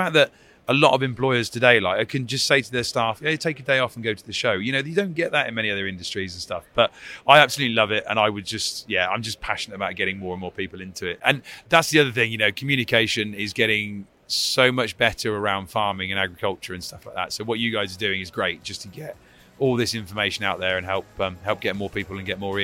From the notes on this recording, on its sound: Recorded at LAMMA 2023